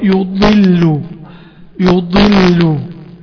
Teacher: طرف اللسان في كل الضادات بيبقى فوق مطبق على المنطقة بتاعت الأسنان العليا